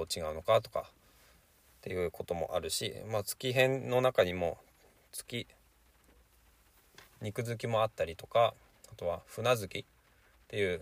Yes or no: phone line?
no